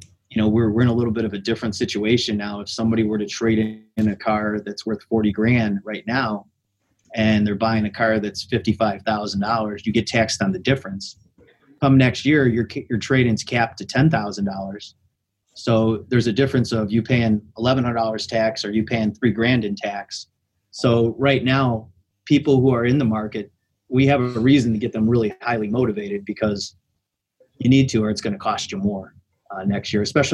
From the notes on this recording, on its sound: In this episode we feature the key highlights from a live panel discussion held on one of our Auto Retail Marketing Webcasts.